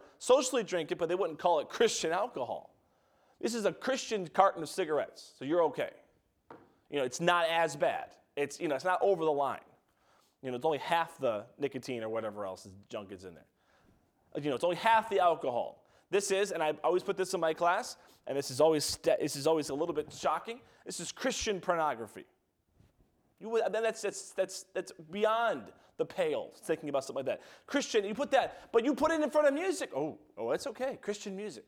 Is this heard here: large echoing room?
yes